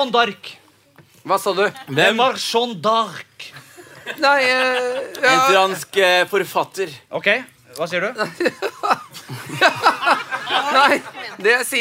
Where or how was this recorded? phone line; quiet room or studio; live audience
live audience